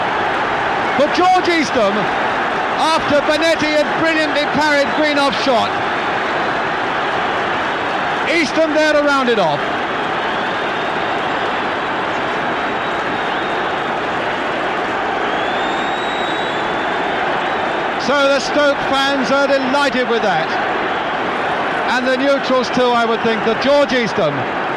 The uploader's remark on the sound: Across two tuesdays in Trentham. A busy cafe is a busy cafe, and a small audio budget is a small audio budget - so sorry if the background gets too distracting at times.